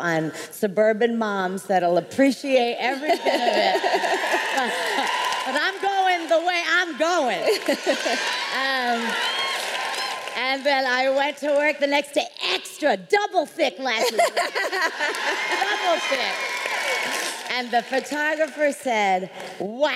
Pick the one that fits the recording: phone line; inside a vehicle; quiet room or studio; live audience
live audience